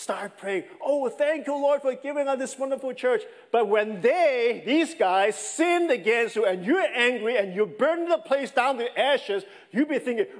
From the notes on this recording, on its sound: This sermon was preached over the summer of 2021 at Oak Hills Church in Folsom, California.